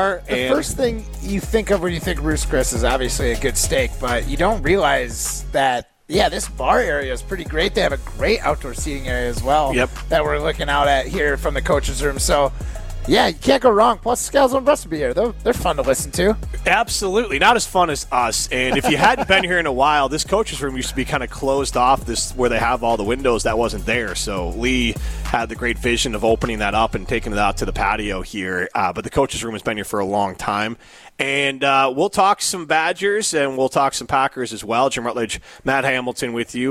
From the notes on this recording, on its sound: live from Ruth's Chris Steakhouse in Middleton.